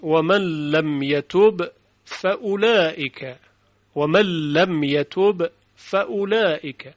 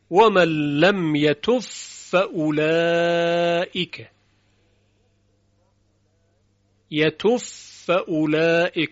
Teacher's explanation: به این صورت، ومن لم يتوب فأولئك، يتوب فأولئك، یعنی با و قلقلش دیگه از بین رفته، اتصال صوتین، صوت با به صوت فا متصل میشه، با در فا فنا میشه و حرف فا مشدد شنیده میشه · Shown in: second take · Term: ادغام